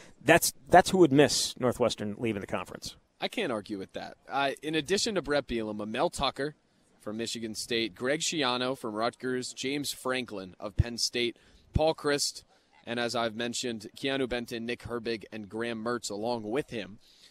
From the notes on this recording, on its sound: Live from Big Ten Media Days in Indianapolis.